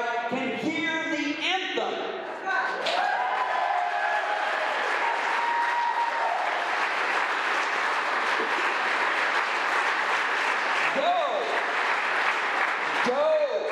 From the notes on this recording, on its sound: the full audio from the Rally for KanCare Expansion held March 15, 2023